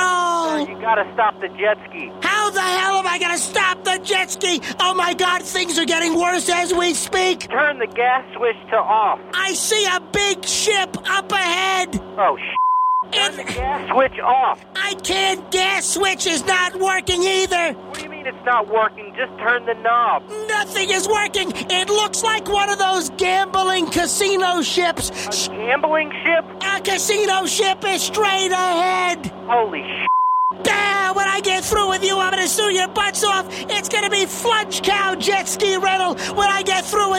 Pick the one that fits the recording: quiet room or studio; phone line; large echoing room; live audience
phone line